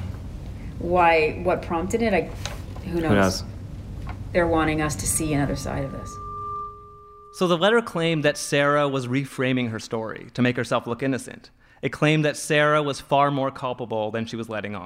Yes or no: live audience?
yes